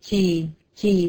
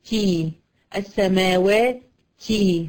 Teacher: عند نطق بالتاء، فيها هوا هوا كتير